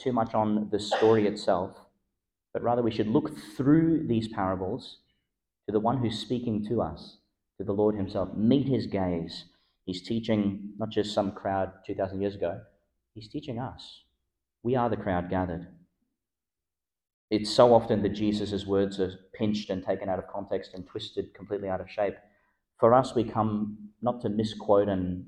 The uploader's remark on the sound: Delivered in Our Lady Star of the Sea Church (evening Mass) , Gladstone, Qld. Delivered in Our Lady Star of the Sea Church (evening Mass) , Gladstone, Qld.